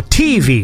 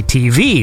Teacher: And then like I say TV, like I put the emphasis on the V · Shown in: second take